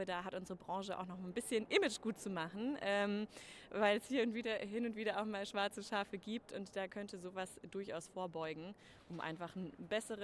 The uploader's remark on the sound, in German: Live von der ZP Nord 2023